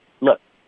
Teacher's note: 注意 look 只是一个恶的音，不要动嘴唇，不要撅嘴，放松张嘴。乐，快乐的乐。Look.